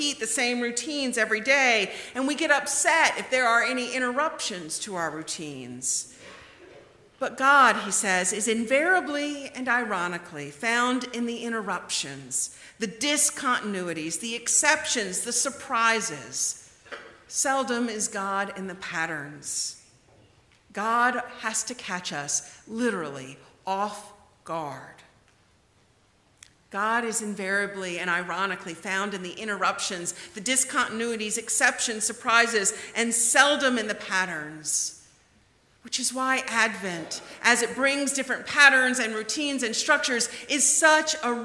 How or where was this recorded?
large echoing room